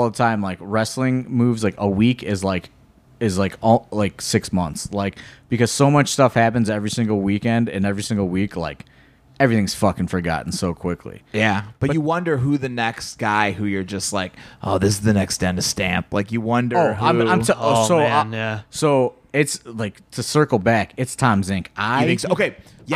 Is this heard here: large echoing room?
no